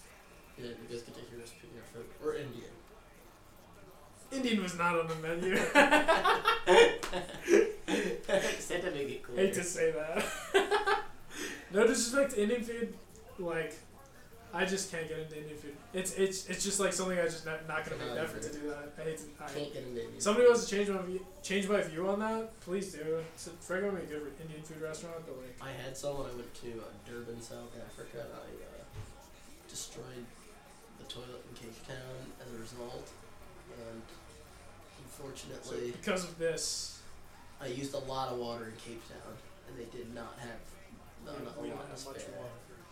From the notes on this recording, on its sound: We prove how inept we are at recording a podcast.